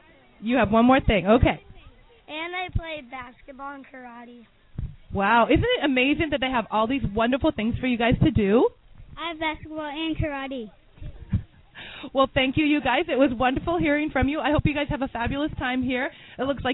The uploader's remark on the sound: interviews from 2nd Annual Golf Tourn